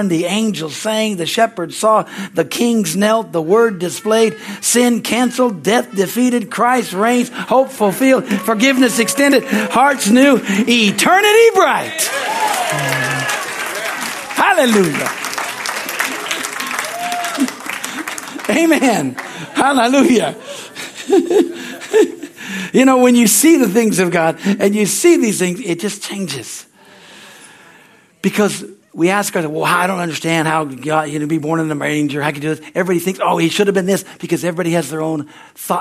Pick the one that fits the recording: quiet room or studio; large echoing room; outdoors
large echoing room